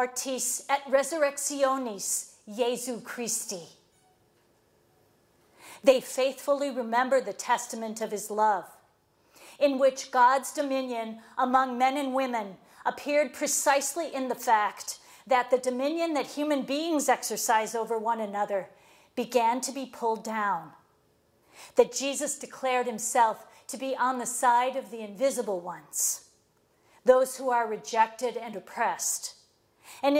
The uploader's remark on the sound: lectures at Moreau Seminary, Notre Dame, IN, on September 22, 2016.